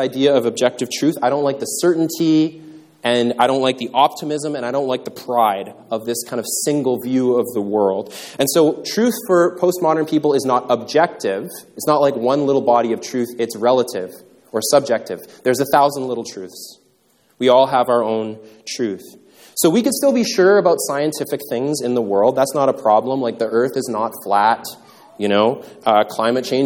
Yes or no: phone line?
no